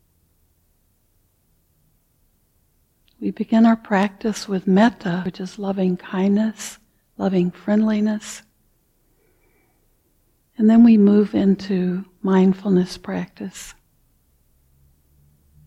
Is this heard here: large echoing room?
yes